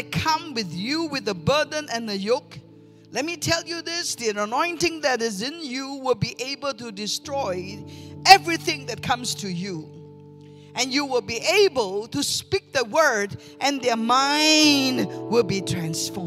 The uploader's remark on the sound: Recorded live from Christian Revival Church Australia.